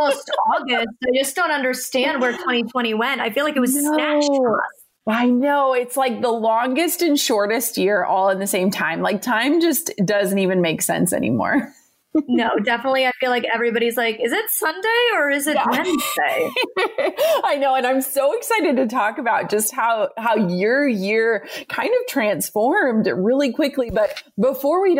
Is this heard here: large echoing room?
no